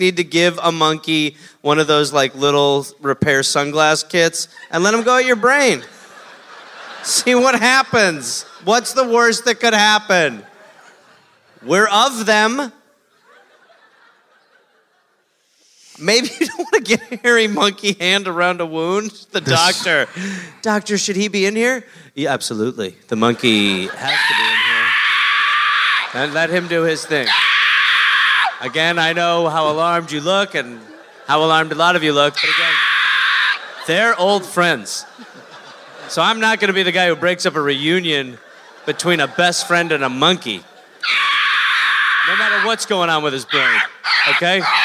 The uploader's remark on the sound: Live in Portland